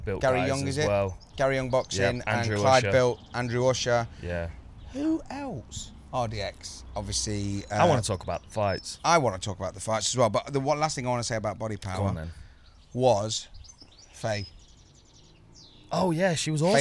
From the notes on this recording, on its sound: FRR enjoys its first recording outside with the birds.